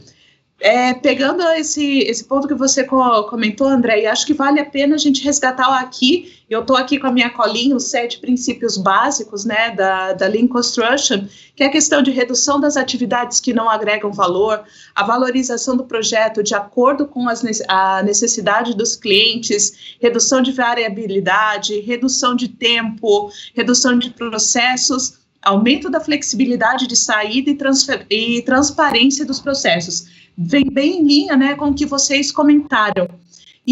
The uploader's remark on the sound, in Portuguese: Esse podcast é a versão em áudio de uma palestra online que foi transmitida ao vivo no nosso canal no youtube.